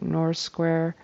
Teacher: That TH, I think he got the TH, but it kind of blended into the S a little too much. So it sounded like North Square.